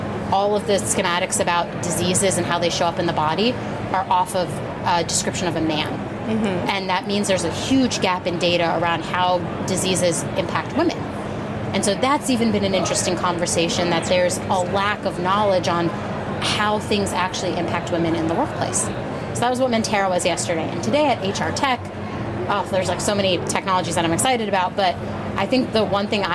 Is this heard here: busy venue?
yes